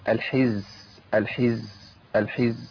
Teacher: ما فيهوش همس، فيه جهر، فيه انقطاع نفس، فلو مشيت في النفس ابدله بحرف سين على طول، الحز الحز الحز، هي الحز.